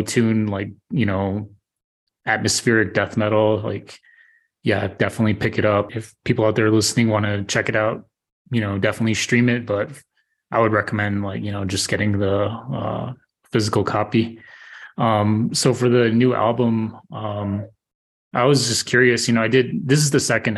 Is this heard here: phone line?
no